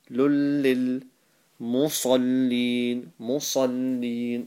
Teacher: the second lam has got a tashdeed on it, therefore it said twice